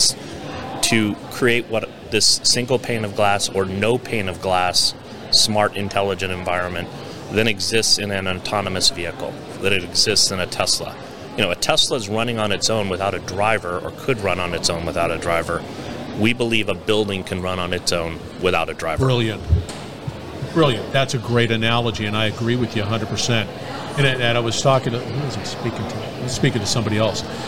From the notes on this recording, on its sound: We're onsite at Accruent Insights. We're onsite at Accruent Insights.